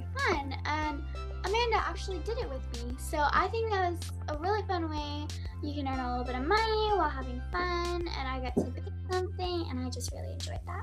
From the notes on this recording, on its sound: Sorry about the glitching…